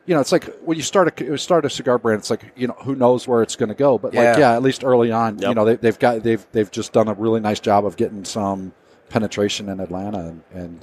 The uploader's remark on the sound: Coming to you from the show floor of TPE 2021.